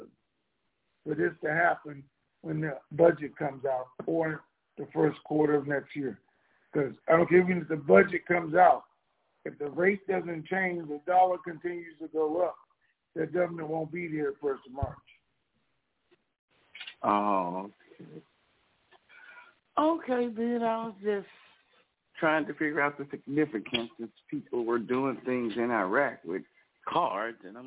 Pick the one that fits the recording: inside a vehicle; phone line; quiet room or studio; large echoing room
phone line